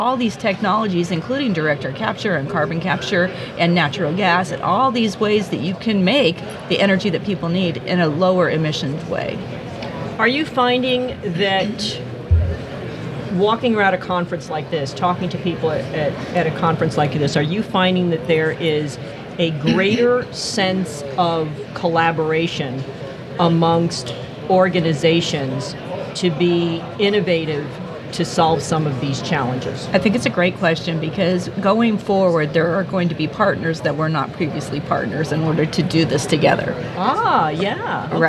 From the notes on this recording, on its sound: at the Gas Machinery Conference